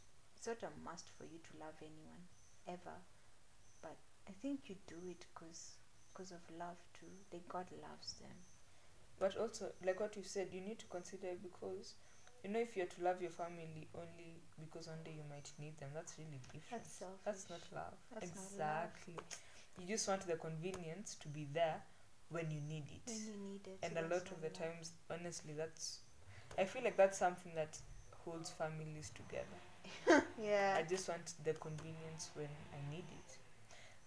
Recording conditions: background noise